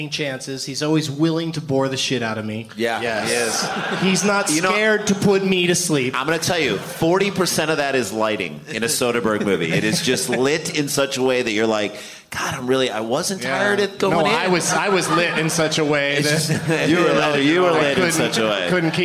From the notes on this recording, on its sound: Live from the Improv in Tempe, AZ